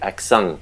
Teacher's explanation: So in a place like Marseille, in the south of France, a word like accent in French, accent, they will articulate a final N. So you get accent. · Term: palatal nasal